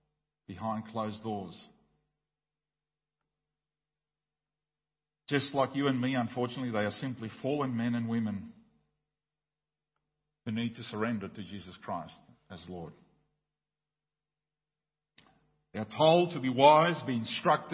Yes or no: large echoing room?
yes